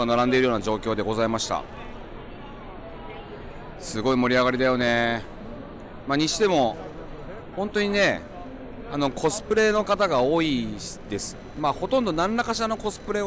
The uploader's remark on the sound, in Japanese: ロサンゼルス現地12/1～12/3に開催された L.A.Comic Con の現場からお届け。